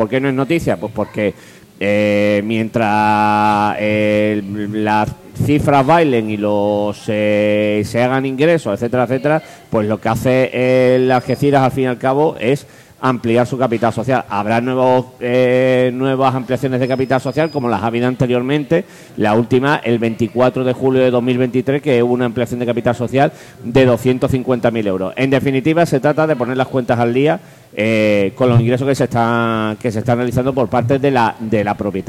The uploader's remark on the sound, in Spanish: emitido en directo desde La Puta Calle de Plaza Andalucía